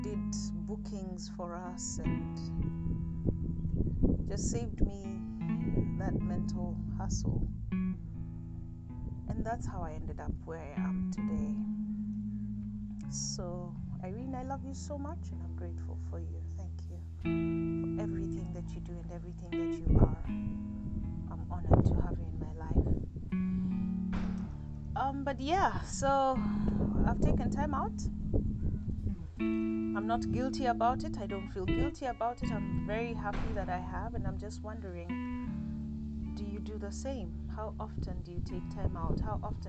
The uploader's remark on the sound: I chose not to edit it and leave it as raw as it was, wind and all.